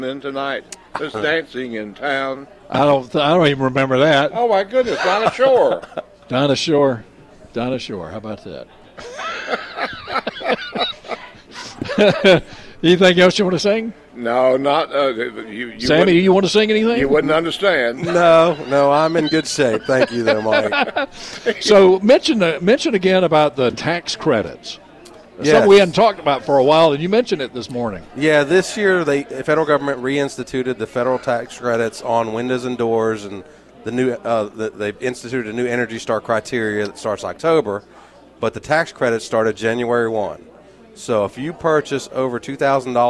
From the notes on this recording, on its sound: broadcasting live from The Aluminum Company of North Carolina